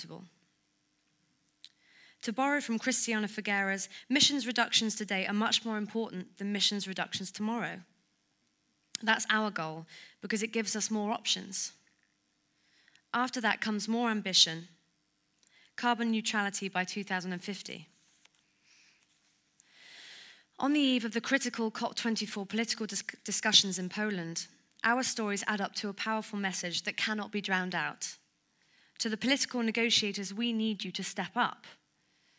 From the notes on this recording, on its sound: Recorded at the Royal Institution in London on the 29th November at the Talanoa Dialogue.